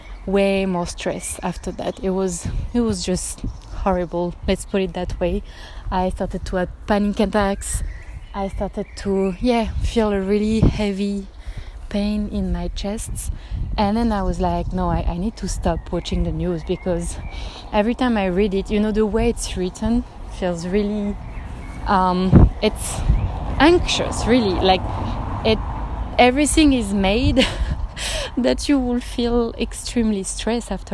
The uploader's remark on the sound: I decided to have a spontaneous walk and record in the street